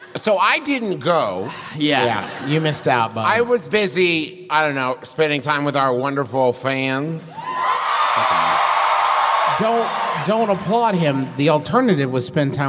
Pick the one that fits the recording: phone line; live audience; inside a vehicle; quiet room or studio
live audience